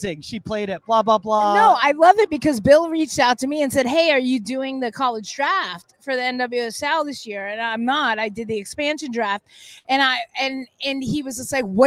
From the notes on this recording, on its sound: Live From Convention. Meet US in Exhibit Hall D On Media Row! We are Live At The NWSL Draft in Anaheim CA.